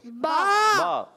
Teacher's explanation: کا تر حصہ دونوں ہونٹوں کے تر حصے سے ملنے سے دونوں ہونٹوں کے تر حصہ جب ملتا ہے تو ادا ہوتا ہے